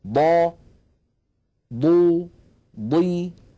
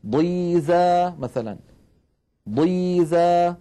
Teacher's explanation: حتى عندما تكون الضاد مكسورة تكون ضخمة مفخمة تماما